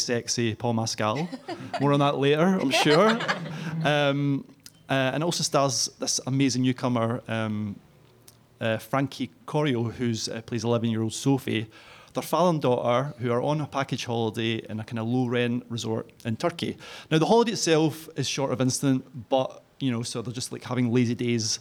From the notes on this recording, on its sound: An edition recorded live at Edinburgh International Film Festival 2022. The Cineskinny was recorded in front of a live studio audience. Recorded at Codebase.